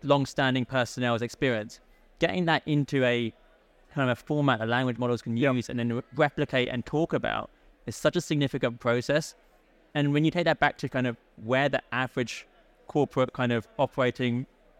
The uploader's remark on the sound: Recorded live at ADIPEC 2023